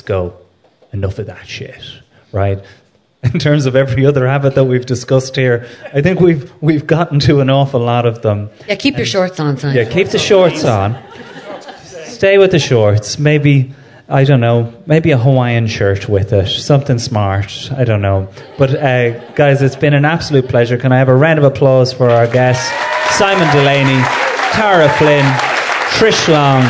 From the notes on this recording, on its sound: In front of a packed Sugar Club in Dublin